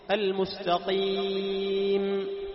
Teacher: المستقيم تكون صافية من الغنة